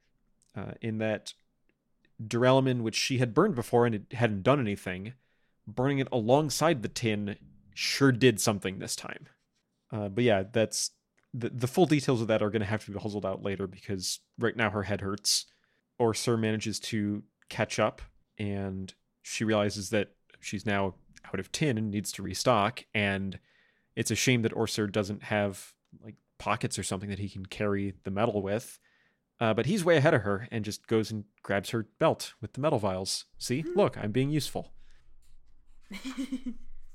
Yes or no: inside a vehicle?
no